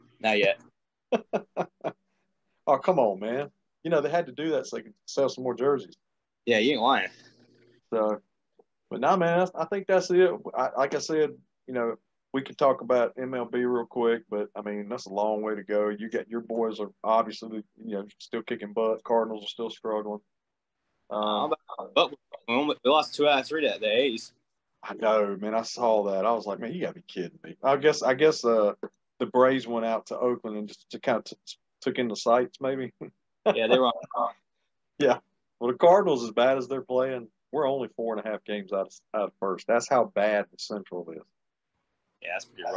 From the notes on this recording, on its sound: What Another Zoom Episode? The boys are have come back with another great zoom episode.